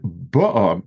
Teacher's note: And then ba'a, meaning she came with the sheep, there the emphasis is on the first vowel